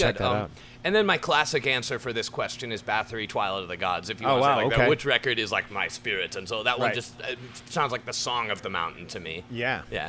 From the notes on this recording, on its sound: This interview was recorded at Heavy Montreal.